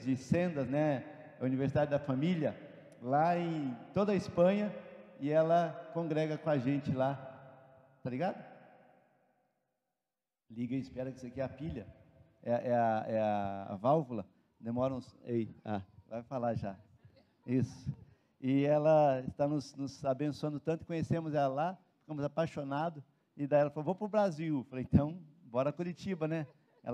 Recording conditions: large echoing room